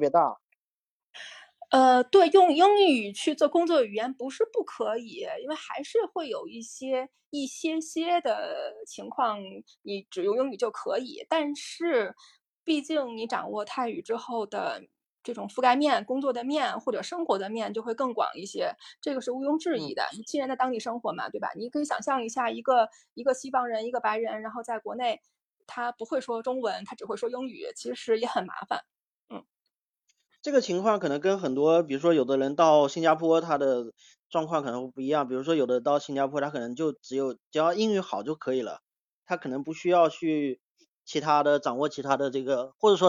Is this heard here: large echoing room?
no